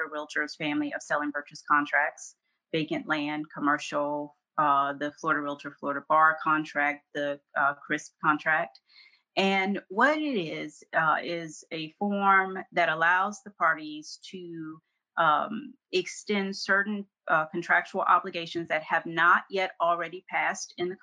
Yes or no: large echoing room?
no